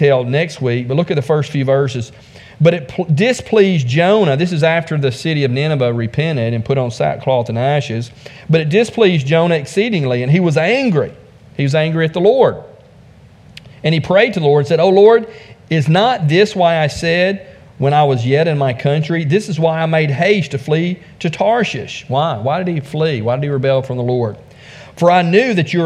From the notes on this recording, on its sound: from the pulpit of Beaver Baptist Church in Brighton, Tn.